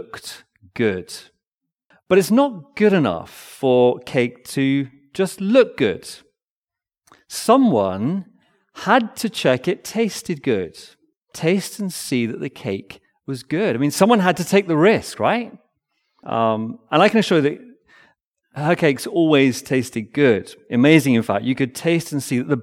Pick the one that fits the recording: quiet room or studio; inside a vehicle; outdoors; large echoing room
large echoing room